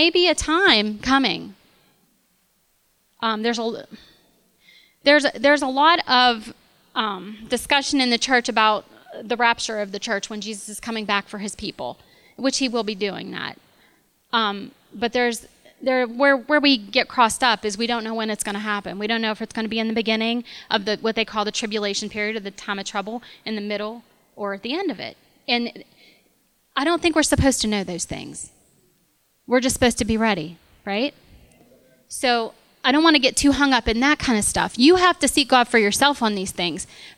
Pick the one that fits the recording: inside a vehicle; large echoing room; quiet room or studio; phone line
large echoing room